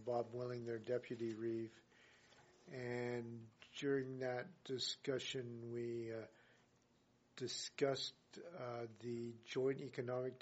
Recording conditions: large echoing room